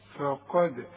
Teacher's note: شفايفك على هيئة ابتسامة عشان الفا، وبعدين القاف مفخمة